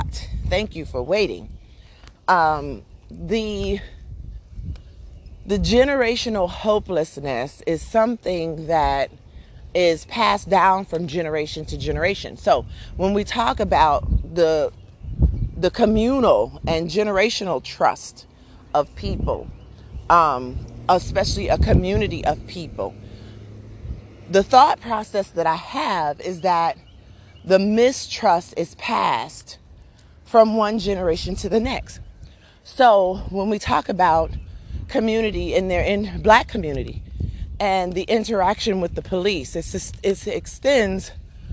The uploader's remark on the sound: A short conversation and a few thoughts while walking my Dog